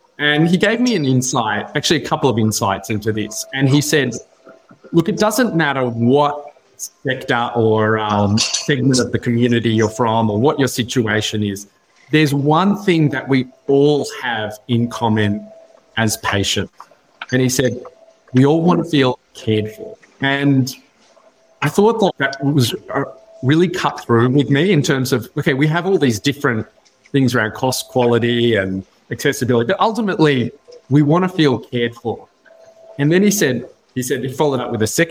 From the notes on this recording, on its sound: In this episode recorded at the Talking HealthTech Winter Summit, we explore patient expectations in healthcare.